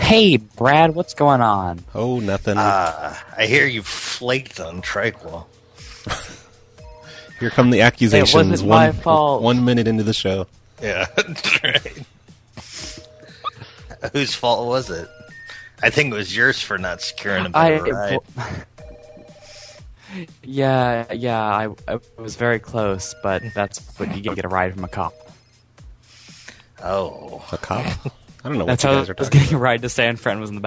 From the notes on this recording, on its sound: Personal Prank Phone Calls Collection